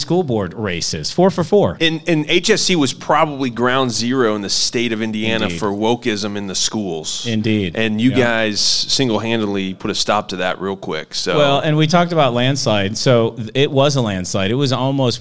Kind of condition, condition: setting, busy venue